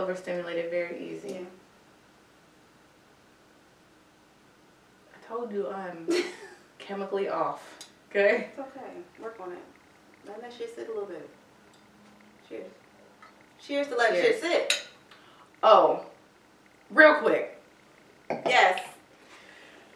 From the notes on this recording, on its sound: Also, the sound quality is a little off because I ran out of space on my hard drive.